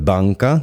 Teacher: Ten jazyk nestihne vystreliť dopredu na tie predné zuby, tak sa oprie o to meké podnebie vzadu. · Term: mekopodnebné N